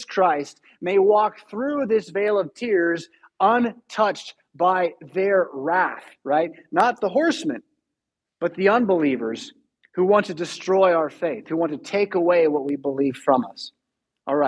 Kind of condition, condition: setting, large echoing room